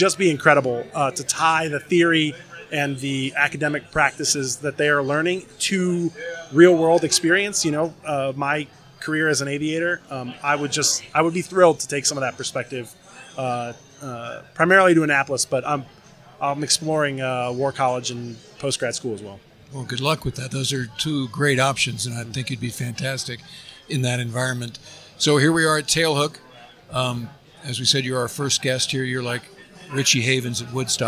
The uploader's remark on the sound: Live from Tailhook